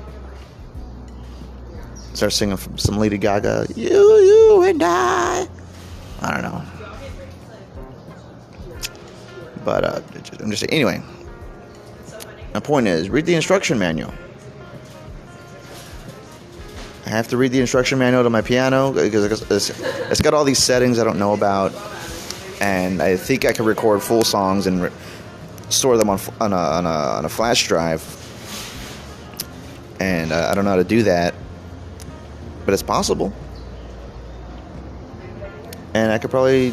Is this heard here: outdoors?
yes